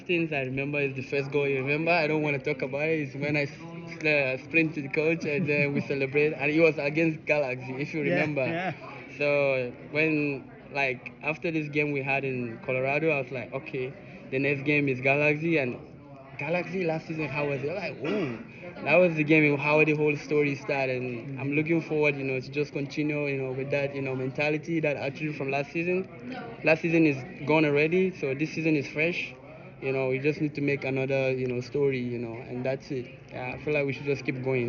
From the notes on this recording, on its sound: live from media day